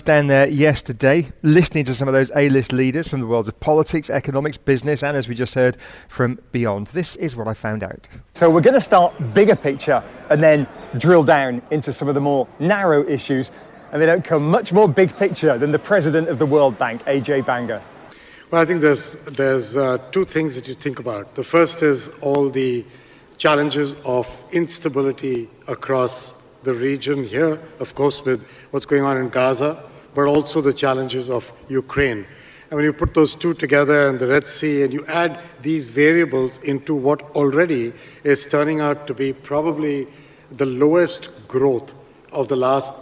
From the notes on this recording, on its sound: As part of World Radio Day, we broadcast live from the centre at the Dubai Design District.